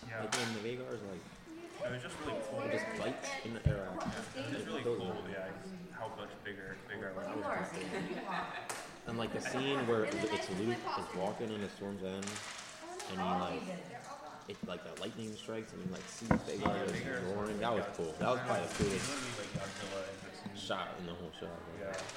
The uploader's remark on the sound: Comes to you from a small-town coffee shop and prominently features the background noise of a small family playing a board game! Recorded on one microphone laying flat on the table.